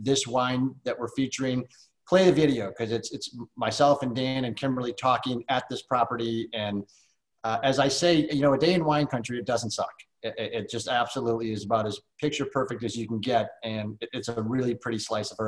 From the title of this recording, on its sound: SIP Virtual Wine Tasting and Q&A